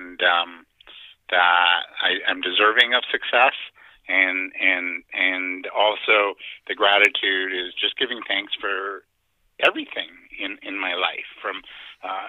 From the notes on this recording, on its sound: on the phone with us today